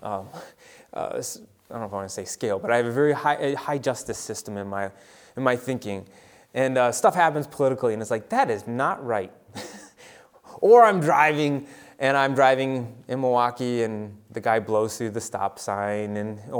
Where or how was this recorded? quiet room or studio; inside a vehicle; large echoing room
large echoing room